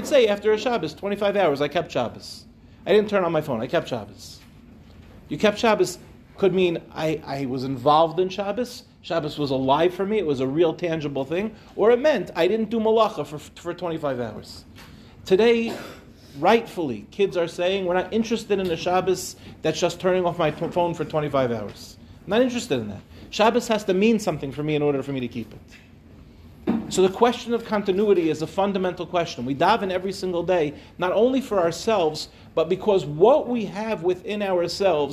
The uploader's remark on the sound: Delivered at NCSY Michlelet.